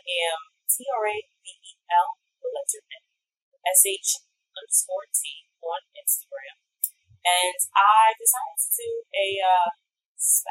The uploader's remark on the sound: Heads up, there was an error in my recording! The audio quality isn’t the greatest, but you can still hear it all.